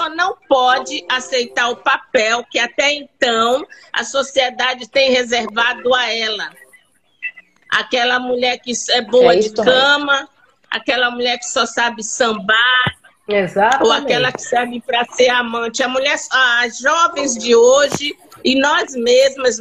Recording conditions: video call